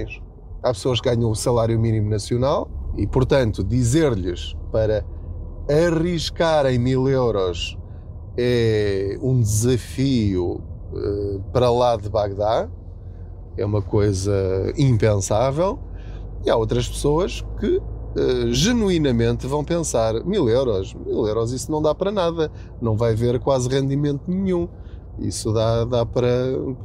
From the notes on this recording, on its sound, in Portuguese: Não ligue aos barulhos da viagem.